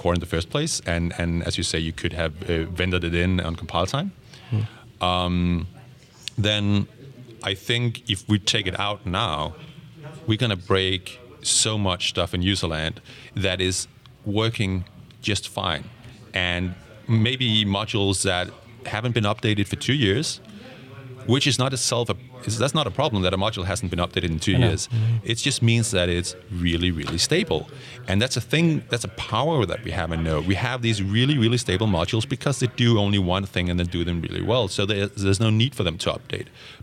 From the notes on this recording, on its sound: recorded at Node Interactive 2016